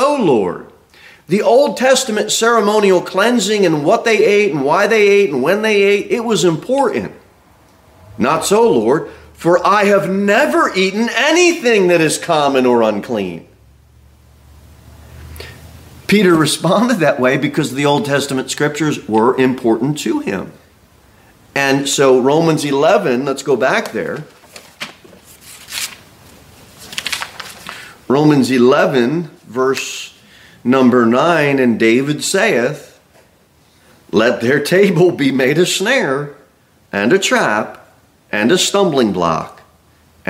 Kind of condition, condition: setting, large echoing room